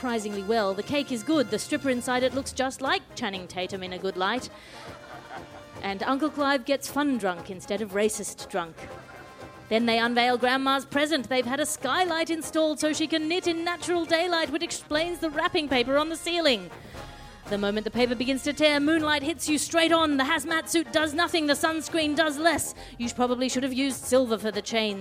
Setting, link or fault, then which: setting, live audience